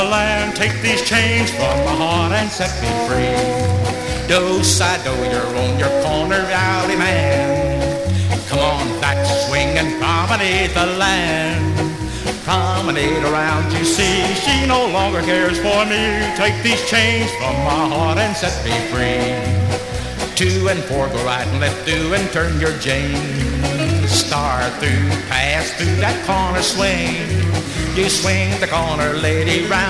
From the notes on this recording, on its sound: This is the final track on record one from the 1964 Blue Star Jubilee Square Dance held in the Sam Houston Auditorium. Houston, Texas.